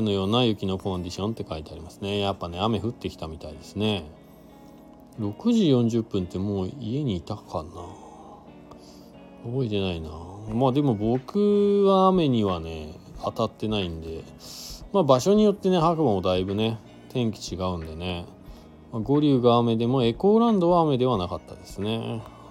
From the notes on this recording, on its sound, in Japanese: ゲレンデに滑りに行った時だけ配信になります。本日、白馬八方スキー場で滑り終了後 車の中から。Stand.fm。